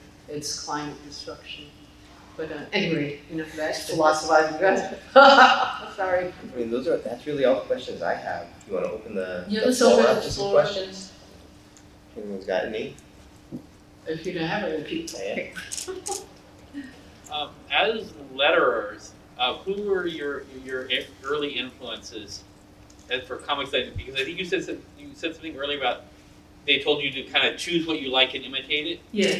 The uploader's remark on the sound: The following podcast is the audio recording taken from Comic-Con 2023.